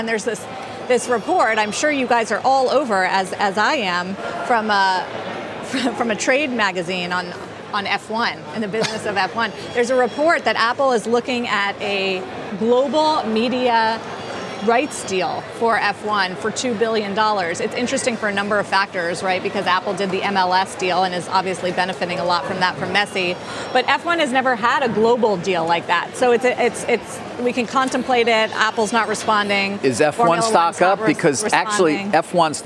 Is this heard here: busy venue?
yes